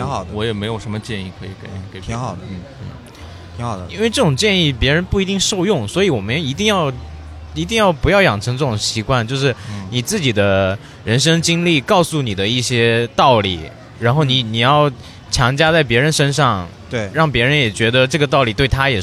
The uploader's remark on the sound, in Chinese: 市集现场。尤其在市集摆摊过程中。我们还是尝试了一次公开录音，面对形形色色走过的观众。